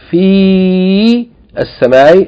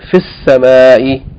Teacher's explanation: Seen is a sun letter, so the seen is doubled, and the lam is not pronounced. And the fi is shortened because it's followed by sukun · Shown in: second take